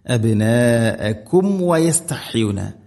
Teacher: അബ്നാഅകും അബ്നാഅകും വയസ്തഹ്യൂന സാക്കിന മീമിന് ശേഷം വ ഇവിടെ മീമിനെ കൃത്യമായിട്ട് പൂർണ്ണമാക്കണം, അഥവാ രണ്ട് ചുണ്ടുകൾ തമ്മിൽ തട്ടിച്ച് മീമിനെ പൂർണ്ണമാക്കിയിട്ട് വ ഉച്ചരിക്കണം